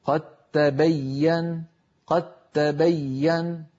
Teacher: إدغام الدال في التاء، نحو قد تبين، فلا يبقى للدال أثر إن وصلنا